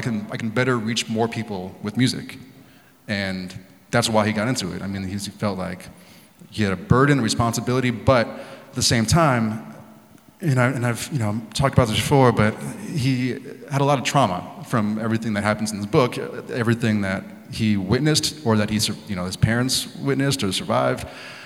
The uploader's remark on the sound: at the 2023 Portland Book Festival